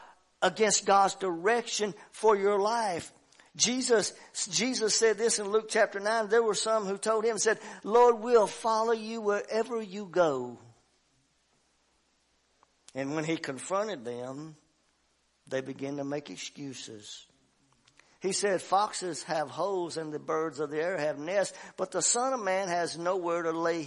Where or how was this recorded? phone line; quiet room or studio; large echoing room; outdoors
large echoing room